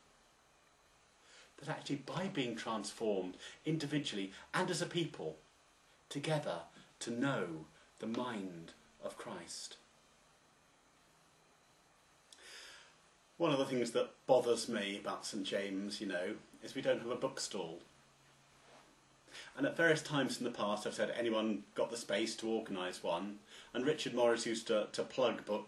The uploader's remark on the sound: It was originally preached on Sunday 4th October 2009, at St James Church, Styechale, in Coventry, England.